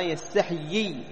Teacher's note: يي الأولى مكسورة والثانية مدية، وهكذا أحيي بيائين.